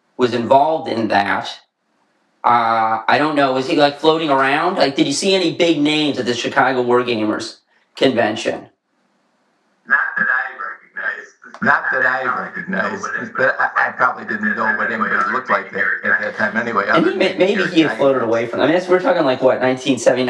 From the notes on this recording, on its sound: The audio was unfortunately not as great as we would have liked (through no fault of our guests, this error was on our side).